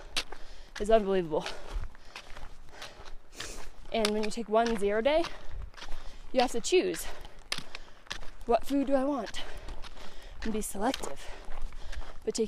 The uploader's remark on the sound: decided to do a solo pod while hiking!